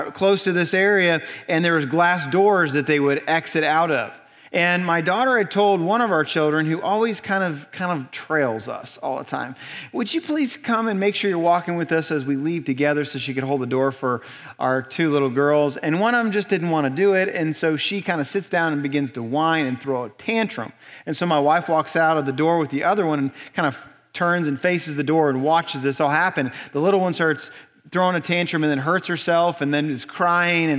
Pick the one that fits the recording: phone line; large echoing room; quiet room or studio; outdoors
large echoing room